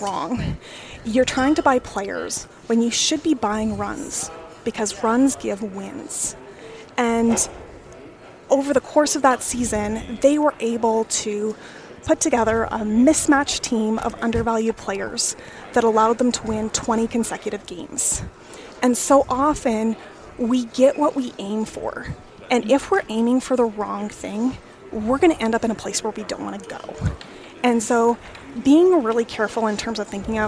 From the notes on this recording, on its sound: Recorded at the 2023 Canadian Beef Industry Conference in Calgary